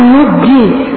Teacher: أدغمت النون الثانية في الجيم فصارت نجي، وإنما وقع الإدغام لاشتراك النون مع الجيم في ثلاثة أمور